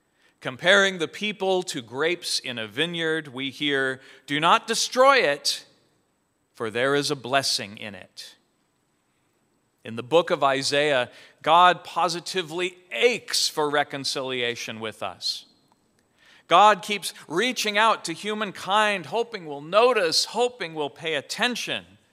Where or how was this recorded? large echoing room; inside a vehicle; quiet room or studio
large echoing room